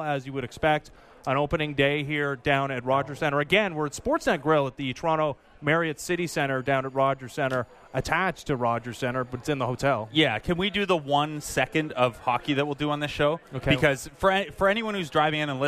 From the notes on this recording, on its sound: We are live from Rogers Centre, inside the Sportsnet Bar and Grill